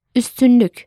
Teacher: U is the front rounded and high vowel. It's written as a U with two dots on top of it, and the sound is similar to the vowel of U in dew.